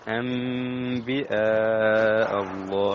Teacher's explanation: قل فلم تقتلون أنبياء، هنا الحكم الإقلاب، قلب النون الساكنة التي بعدها باء ميما